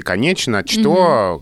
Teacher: вы говорите «конечно», «что», как пишется. То есть здесь не «ш», а «ч», как это в графике.